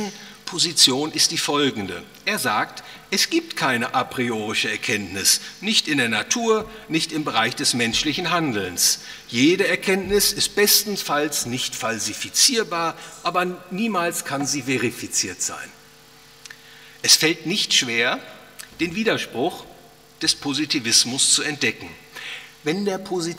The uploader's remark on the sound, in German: aufgenommen auf dem Ludwig von Mises Seminar